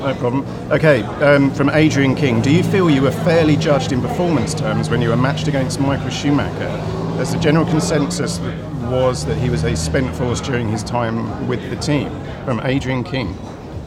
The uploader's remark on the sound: at the Goodwood Festival of Speed